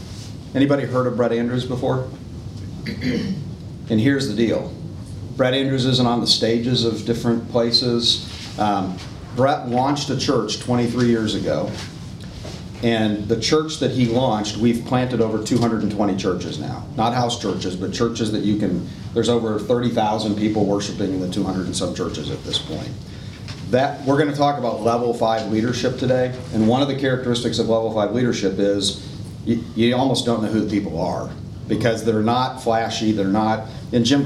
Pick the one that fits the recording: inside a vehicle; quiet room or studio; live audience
live audience